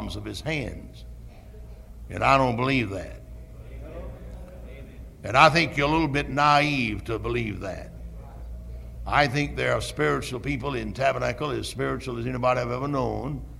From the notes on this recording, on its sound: Originally preached at Tabernacle Baptist Church in Greenville, SC on August 26, 1973.